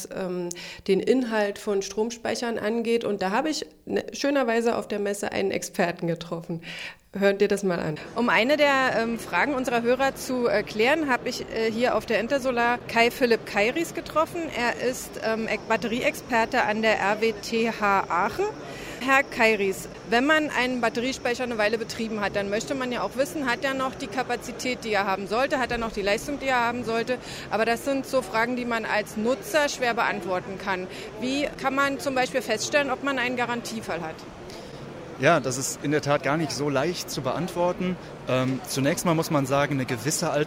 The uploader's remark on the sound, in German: auf der The smarter E in München